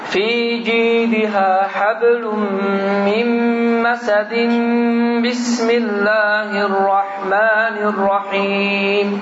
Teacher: Mim ona görə ki, məsəd sözündən bismillahə keçən iqləb olur.